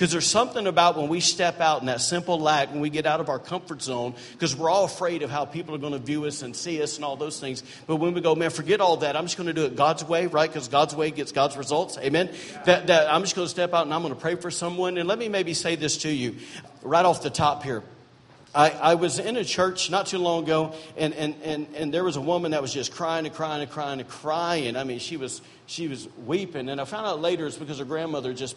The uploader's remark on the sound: during Sunday morning service at Celebration Life Family Church